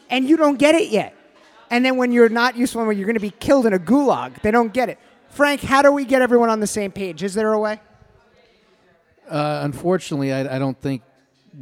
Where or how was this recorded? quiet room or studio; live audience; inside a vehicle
live audience